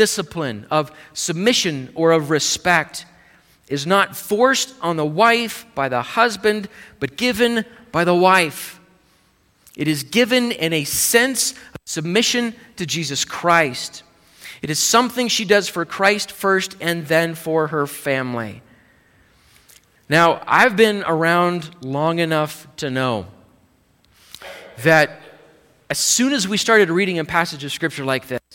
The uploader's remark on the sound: Live Service